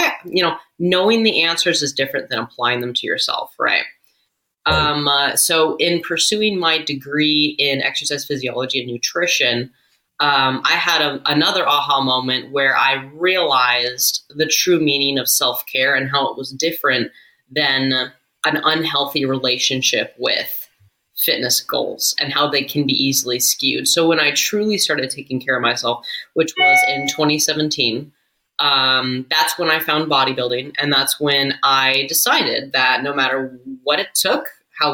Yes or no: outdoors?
no